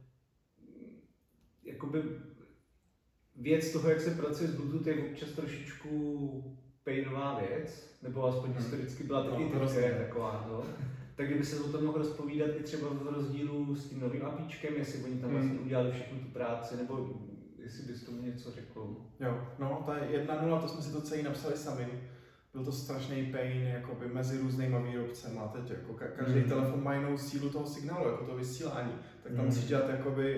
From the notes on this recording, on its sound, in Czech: Omluvte prosím špatnou audiovizuální kvalitu, zradil nás nový třetí mikrofon i stativ.